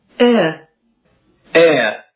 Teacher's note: 第一个成分是前元音，发音的时候舌尖要抵住下齿。另外呢，它的舌位在 a 和 a 之间，发成 a，然后迅速向后面的成分滑动。air。 Bear, care, there, square. · Term: 双元音